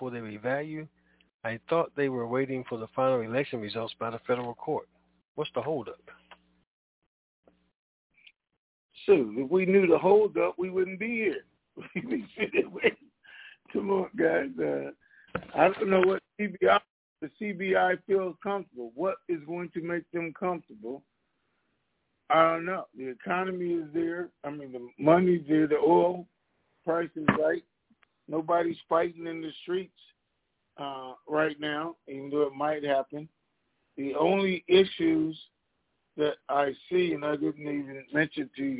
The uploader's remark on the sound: TNTSuperfantastic Conference Call